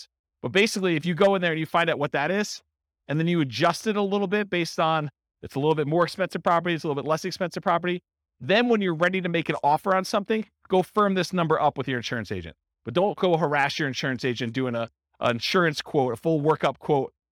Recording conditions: live audience